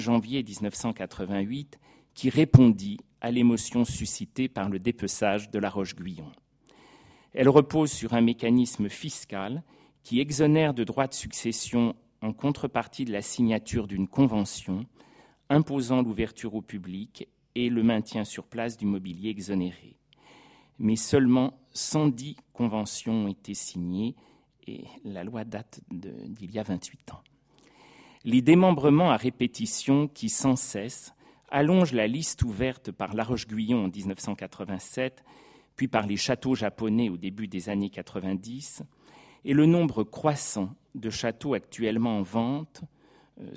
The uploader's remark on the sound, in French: Professeur d’histoire contemporaine à l’université Paris-Sorbonne, enregistrée le 29 janvier 2016 dans le cadre du colloque « Mobiliers, ensembles, décors.